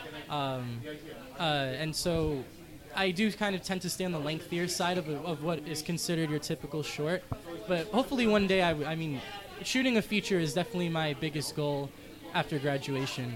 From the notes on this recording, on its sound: At the KGFC Filmmakers Lounge hosted by Ateaz Organic Coffee & Tea. “The Great Griffen” was selected to screen during the Kew Gardens Festival of Cinema in 2017.